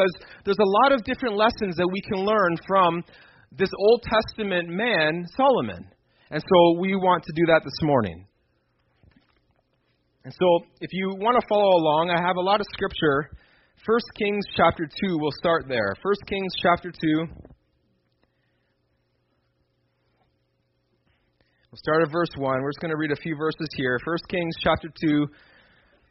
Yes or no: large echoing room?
yes